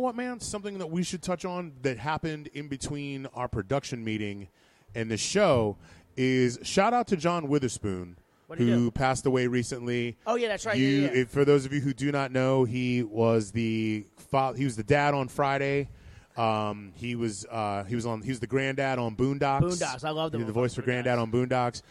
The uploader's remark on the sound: Live From One Eight Distilling